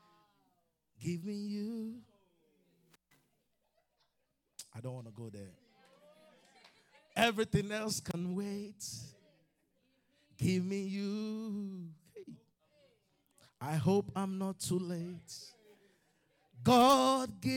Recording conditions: live audience